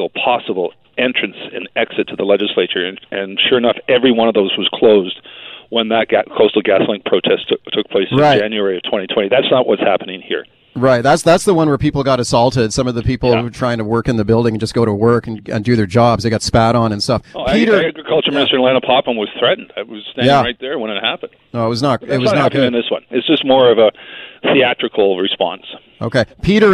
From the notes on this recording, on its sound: Is on the phone because Fairy Creek logging protests are blocking the Victoria legislature!